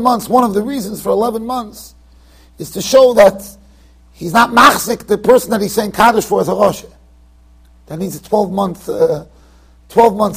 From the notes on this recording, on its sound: Shiur recorded in Yeshivas Ohr Reuven, Monsey NY.